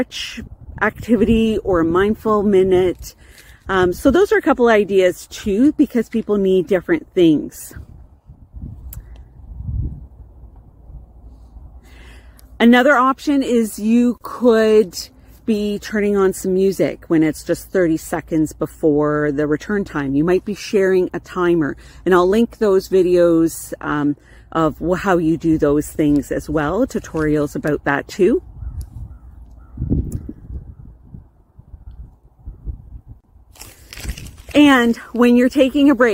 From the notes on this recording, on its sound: I walk and talk, outside while taking a break from my desk.